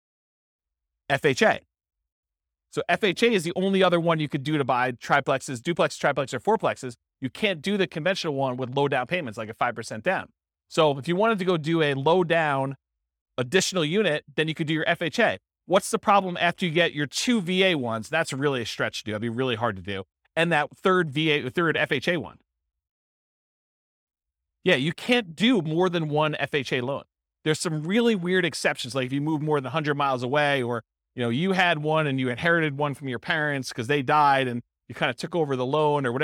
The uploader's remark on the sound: This was a live class recorded